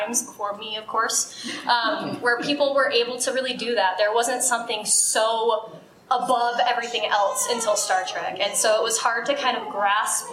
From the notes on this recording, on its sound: our very first live event, our panel at FanX 2022